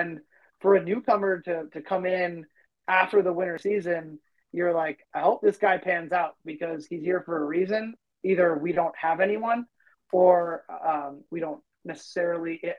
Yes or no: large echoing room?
no